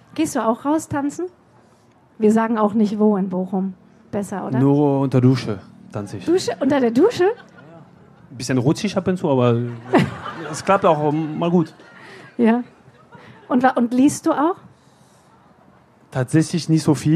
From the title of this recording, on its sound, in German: live vom ZFR